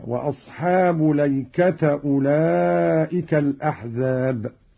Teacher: قوله تعالى: وأصحاب الأيكة أولئك الأحزاب. قرأ قالون بفتح اللام والتاء هكذا